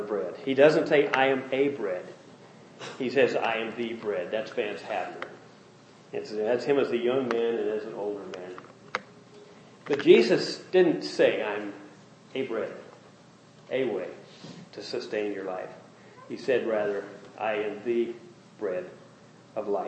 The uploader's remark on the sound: Message preached during first Family Day service.